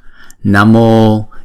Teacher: chữ O là diphthong, chúng ta phải đọc hai nhịp